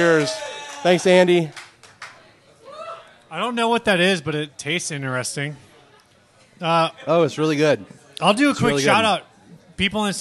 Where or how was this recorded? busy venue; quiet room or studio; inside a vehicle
busy venue